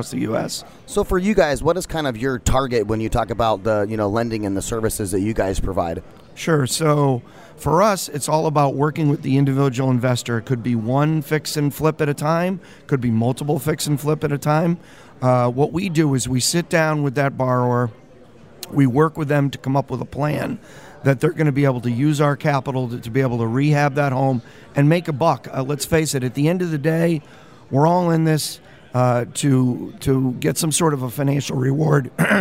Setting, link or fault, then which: setting, busy venue